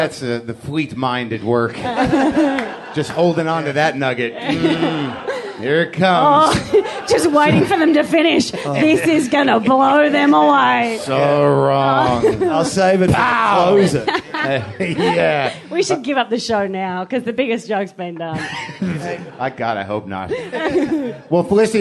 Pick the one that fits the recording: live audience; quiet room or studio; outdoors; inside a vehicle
live audience